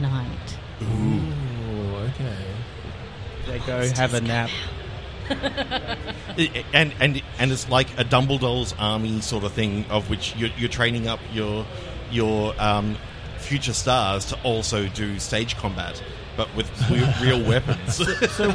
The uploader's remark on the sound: Live from PAX 2022. Live from the Audio Technica booth on the show floor at PAX.